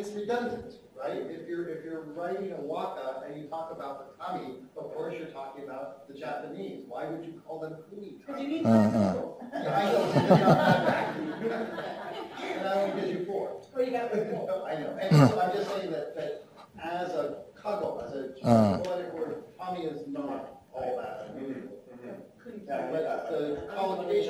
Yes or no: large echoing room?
yes